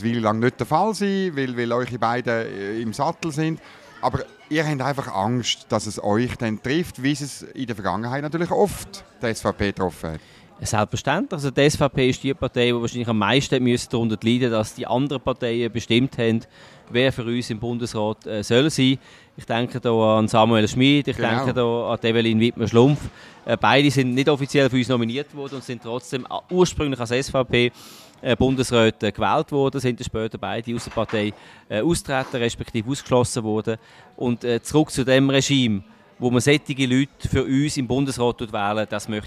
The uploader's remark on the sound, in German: Live aus der Bellevue-Bar